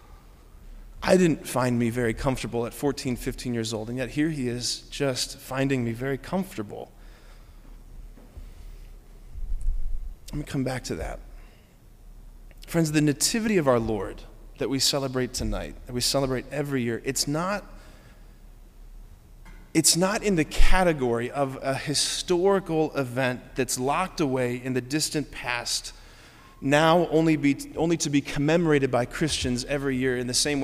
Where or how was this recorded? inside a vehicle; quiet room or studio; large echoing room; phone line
large echoing room